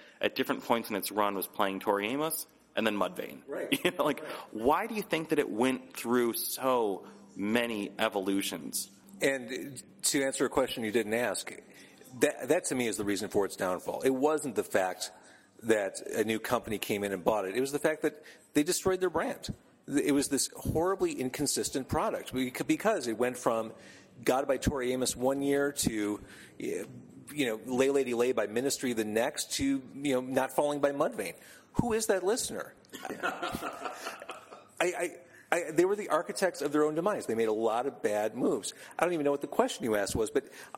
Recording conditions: busy venue